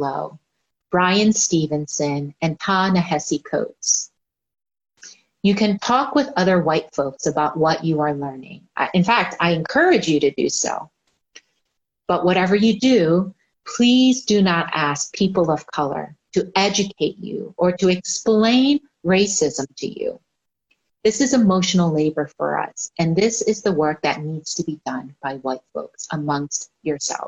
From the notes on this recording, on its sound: Our zoom streamed service